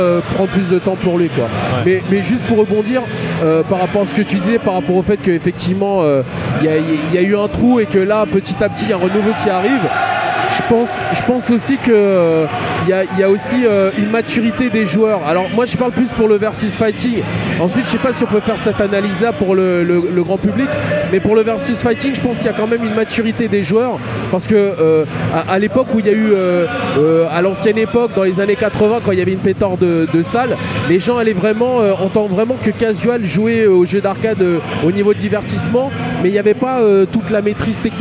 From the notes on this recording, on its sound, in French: Stunfest 2010. Podcast sur l'arcade enregistré lors du Stunfest. Il a été remixé, nettoyé et chapitré.